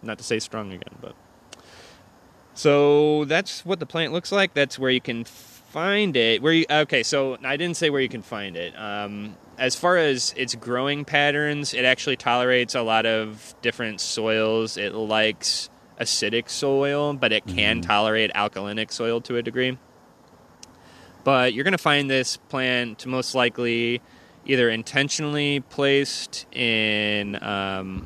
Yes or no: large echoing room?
no